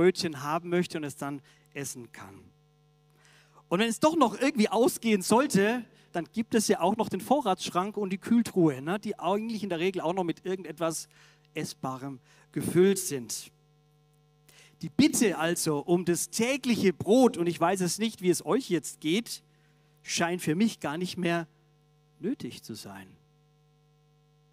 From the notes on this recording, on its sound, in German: aus dem MBG-Gottesdienst der Missionsberg-Gemeinde (LM)